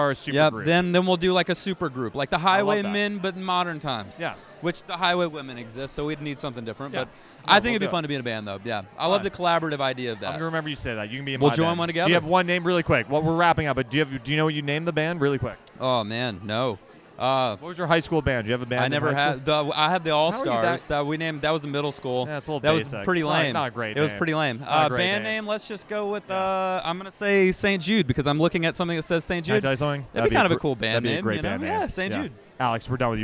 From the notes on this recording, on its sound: Live from St. Jude Children's Research Hospital. Live on the red carpet.